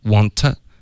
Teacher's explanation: 然后这个 to 的音送气变成一个去了